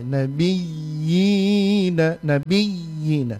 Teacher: pada huruf ya itu di samping dia dipanjangkan, panjangkan dua harokat, juga ditekan ya